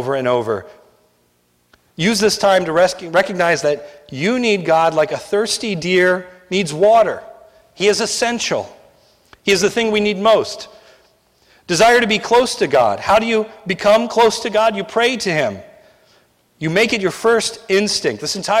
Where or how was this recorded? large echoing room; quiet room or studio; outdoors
large echoing room